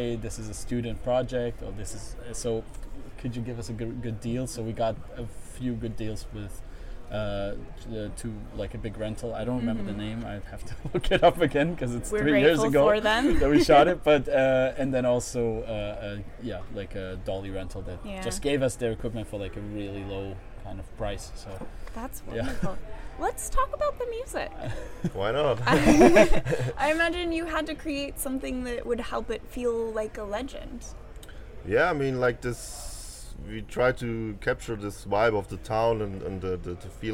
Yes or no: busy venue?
yes